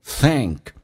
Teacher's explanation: think 咬舌，同时后面是一个象鼻音 elephanttrunk，是往后一点点，舌身往回缩，舌后端隆起来，开口比较大